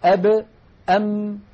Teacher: الباء والميم تخرجان بانطباق الشفتين